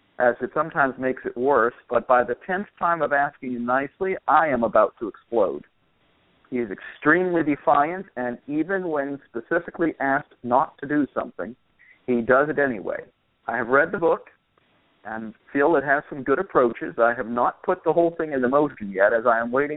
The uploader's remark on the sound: a dad called in to provide us with an update